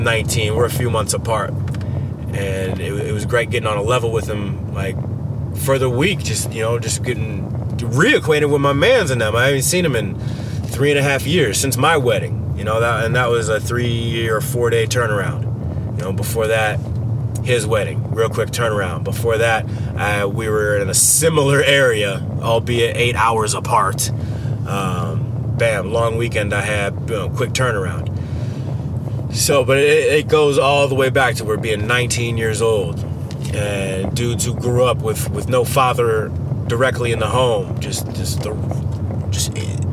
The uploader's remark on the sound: Talks while ridin in the car.